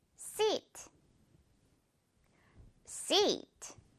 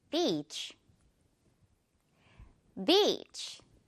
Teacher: 길게 끌어줘야 하는 미소 발음